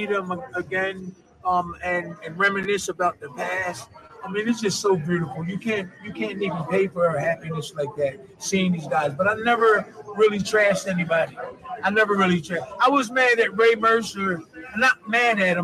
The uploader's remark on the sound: LIVE FROM ATLANTIC CITY BOXING HALL OF FAME